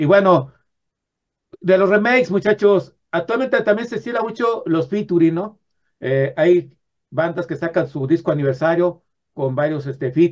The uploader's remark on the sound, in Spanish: Charlamos vía zoom